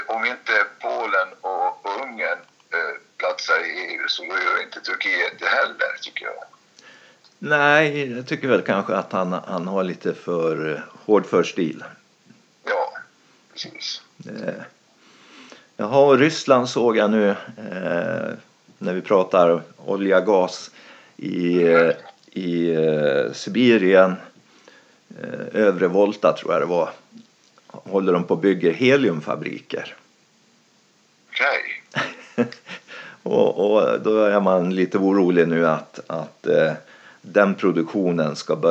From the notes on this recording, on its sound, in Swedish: Istället för att träffas som vanligt spelar vi in via telefon. Så ljudkvaliteten på dagens avsnitt blir lite sämre.